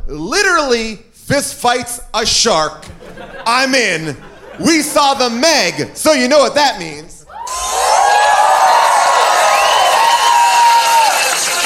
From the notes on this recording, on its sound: Recorded live at Largo at the Coronet in Los Angeles.